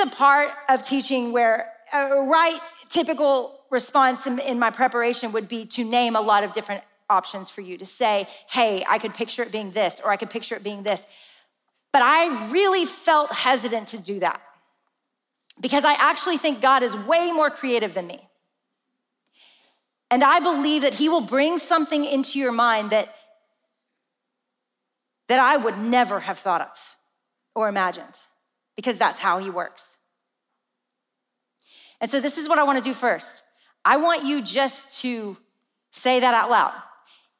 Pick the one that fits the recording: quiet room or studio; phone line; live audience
live audience